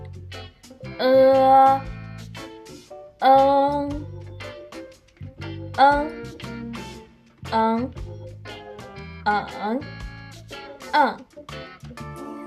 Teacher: Aquí la E sale de la parte delantera inferior.